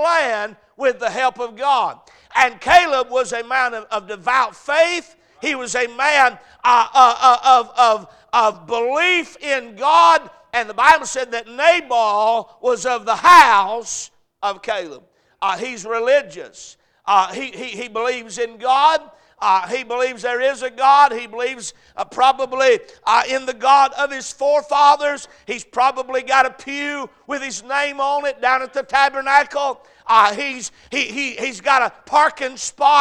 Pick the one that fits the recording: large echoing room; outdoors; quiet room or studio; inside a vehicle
large echoing room